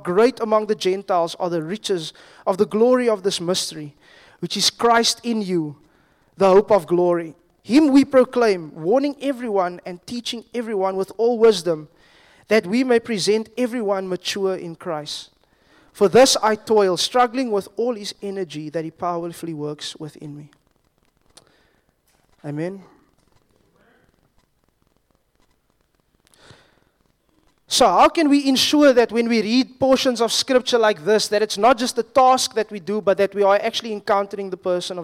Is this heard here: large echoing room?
yes